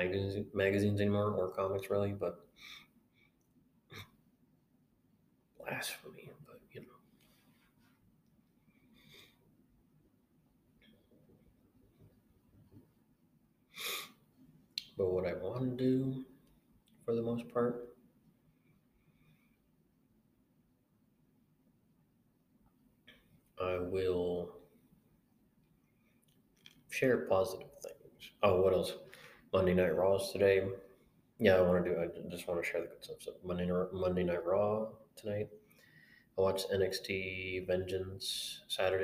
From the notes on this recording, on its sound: Apologies for the audio quality. If you turn it up you can hear me fine. I tried recording using the computer mic and my earbuds.